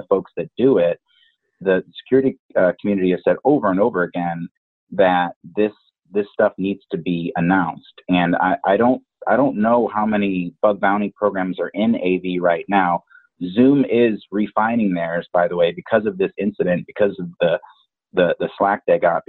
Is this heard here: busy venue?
no